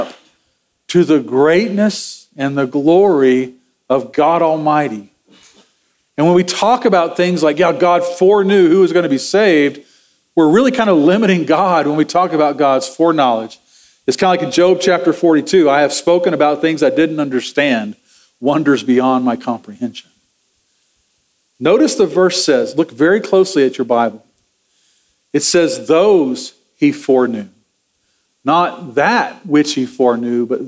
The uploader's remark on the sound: Sermon audio from Sunday, November 12, 2023.